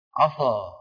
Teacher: صفات تغييرها يخرج الحرف عن حيزه، كما أسلفنا منذ قليل كلمة عسى، إذا فخمنا السين شو بتصير؟ عصى